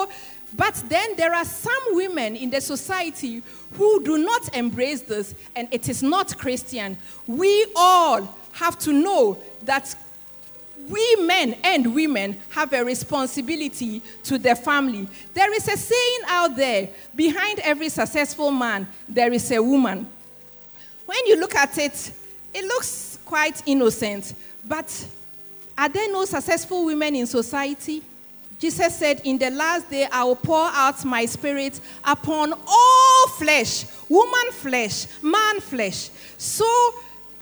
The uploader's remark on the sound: Sermon preached at CBC Adabraka Campus.